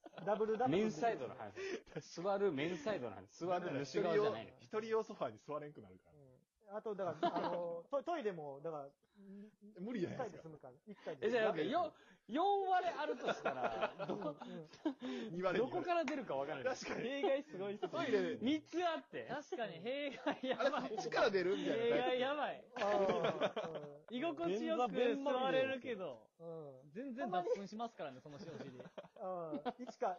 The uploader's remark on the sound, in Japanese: Radiotalkで録音した初期音源のため前フリやBGMもなくボリュームも小さめですがお許し下さい